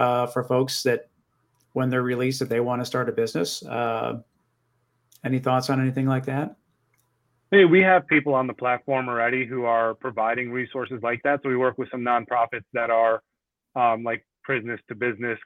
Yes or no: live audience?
no